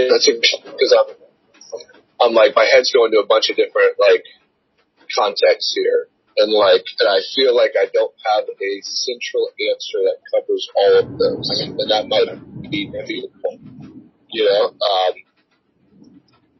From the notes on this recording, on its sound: Via phone recording.